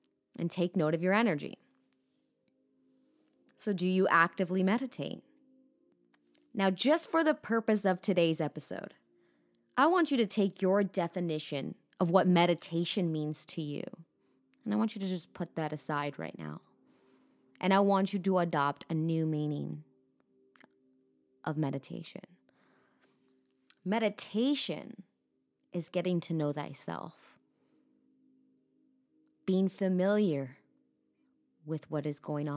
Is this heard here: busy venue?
no